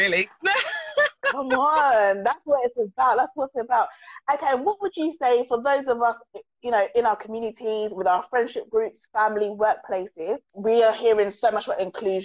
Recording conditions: video call